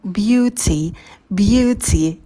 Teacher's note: Beauty, долгий звук ю, губы вперед мы не вытягиваем.